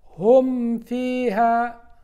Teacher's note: احذر أيها القارئ من إخفاء الميم الساكنة قبل الفاء بسبب قربها في المخرج